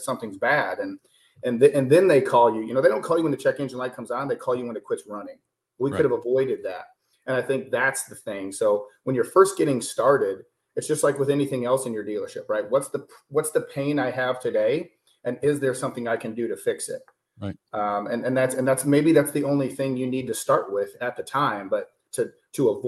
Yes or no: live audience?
no